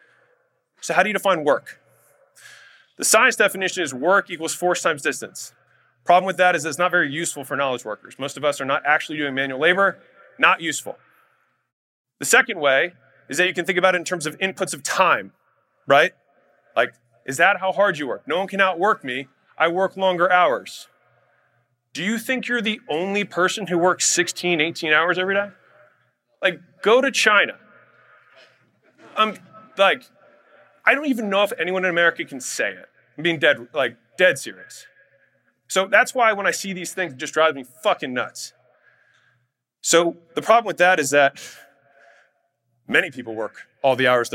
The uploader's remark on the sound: Keynote Speech at Future Flipper